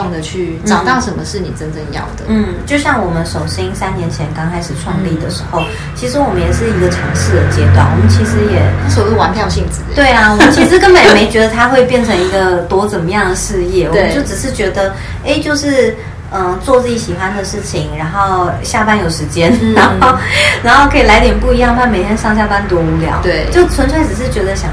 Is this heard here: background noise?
yes